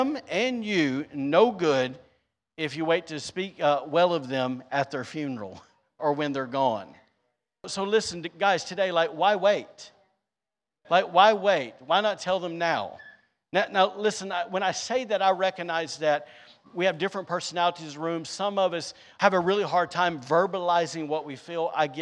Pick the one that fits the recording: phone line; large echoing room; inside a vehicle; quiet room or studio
large echoing room